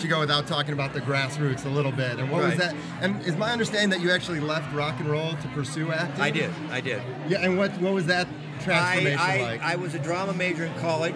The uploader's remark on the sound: live from the 2011 MTV Movie Awards Gift Suite